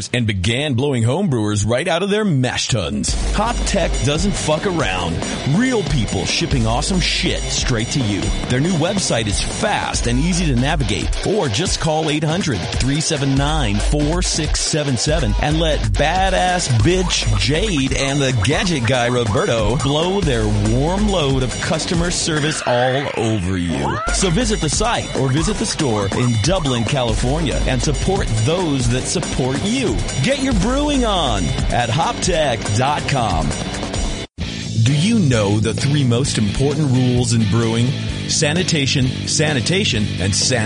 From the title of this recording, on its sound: Live from NHC 2014